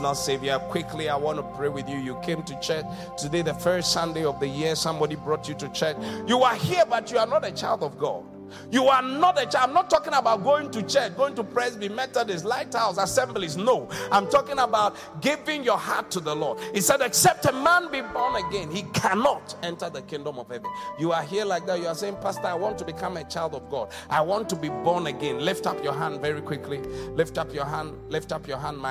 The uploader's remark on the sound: Preached at The Qodesh